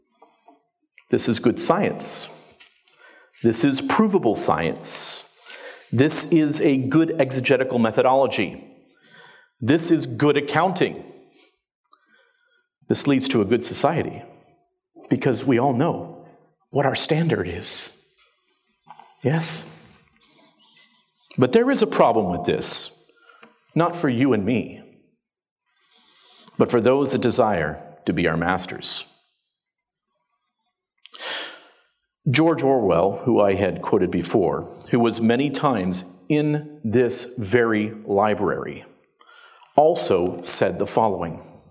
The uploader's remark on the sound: The opening presentation from the 2019 Sovereign Nations Conference, Speaking Truth to Social Justice, held in London, England.